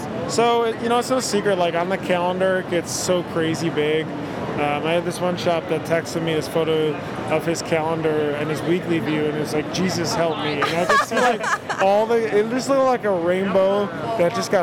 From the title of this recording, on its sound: Live from ISS 2022 In Long Beach